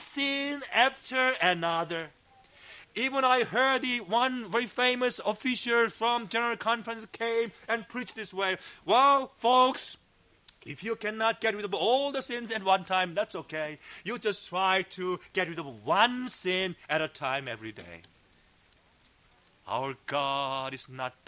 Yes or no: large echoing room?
yes